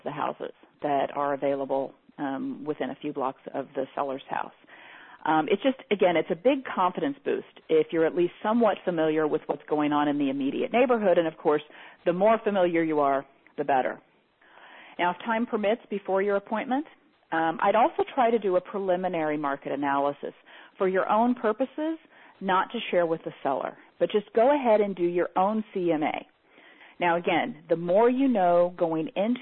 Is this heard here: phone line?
yes